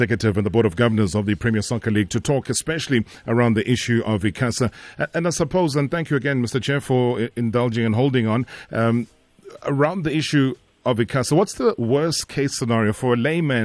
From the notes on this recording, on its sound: Was unable to make it our studios to explain the current ICASA situation but he did join us over the phone.